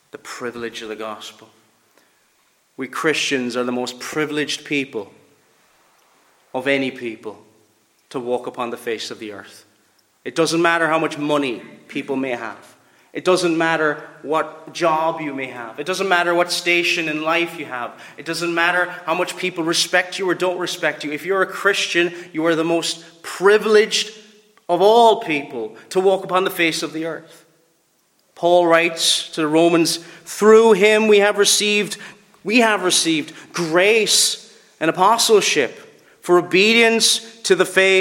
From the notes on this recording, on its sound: Preached at Ballylane Reformed Presbyterian Church.